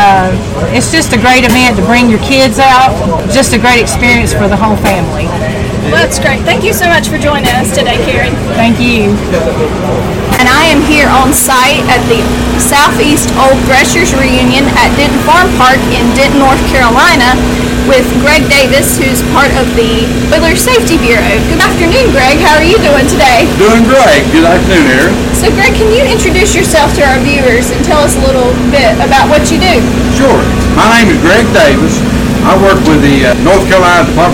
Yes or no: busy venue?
yes